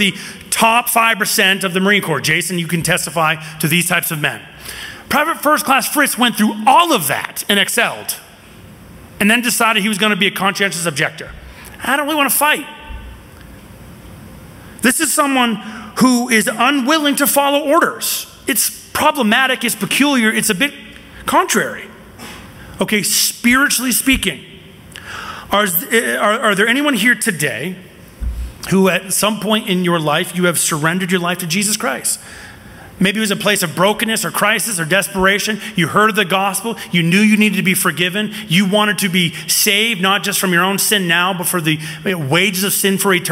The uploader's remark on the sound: from the 2023 Southwest Men's Conference, No Surrender